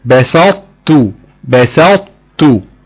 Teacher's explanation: وخلي بالك من ترقيق السين